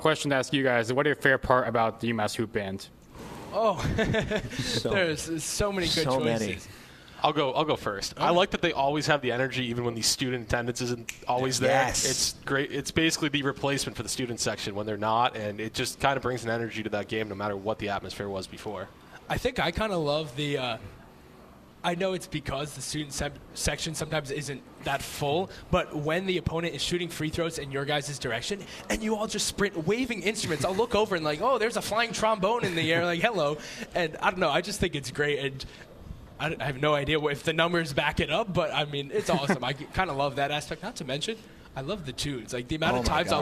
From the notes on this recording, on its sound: LIVE From The Quarters. Go to The Quarters in Hadley to broadcast this episode with a live audience!! There are also live questions from audience members.